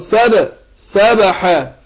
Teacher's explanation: الباء هنا ساكنة مقلقلة